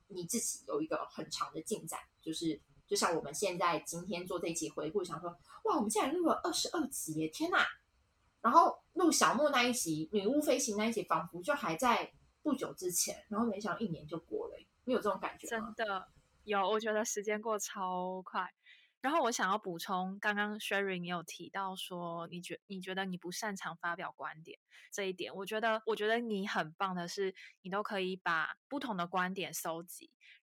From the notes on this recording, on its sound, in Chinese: 遠程錄音有點雜音